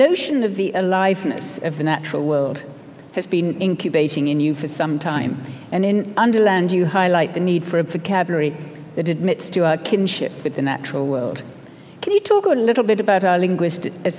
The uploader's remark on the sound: Spoke at a special event at the Royal Ontario Museum. Where he accepted the inaugural Weston International Award, presented by the Writers' Trust of Canada.